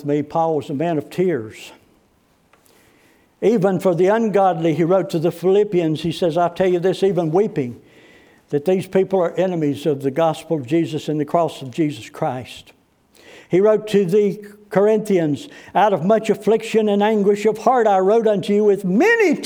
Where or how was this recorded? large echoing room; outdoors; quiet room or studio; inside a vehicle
large echoing room